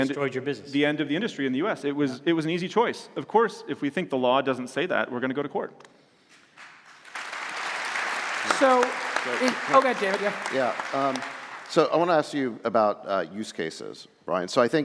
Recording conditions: live audience